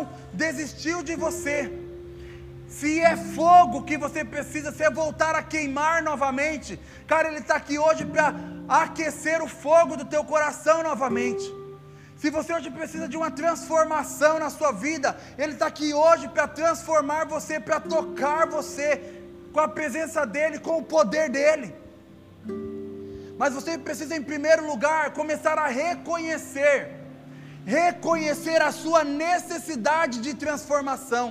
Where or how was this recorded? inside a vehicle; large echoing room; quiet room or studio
large echoing room